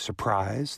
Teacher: It's rarer that the second syllable is emphasized, like surprise.